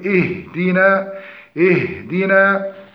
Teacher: فالصحيح ترقيق الهمزة والهاء والتحقق من كسر الدال وترقيق النون والألف التي بعدها